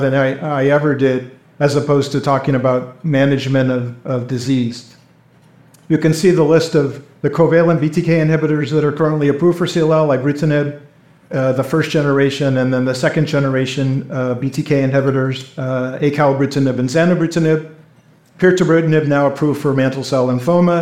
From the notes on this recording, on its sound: A symposium that was recorded at the Society of Hematologic Oncology’s 11th Annual Meeting. A panel of leading CLL experts use conversational, case-based dialogue.